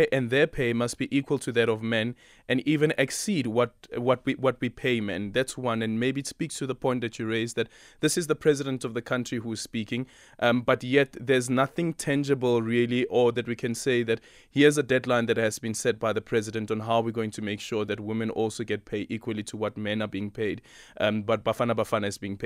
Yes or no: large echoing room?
no